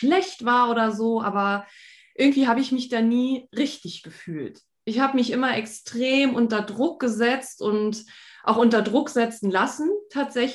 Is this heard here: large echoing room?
no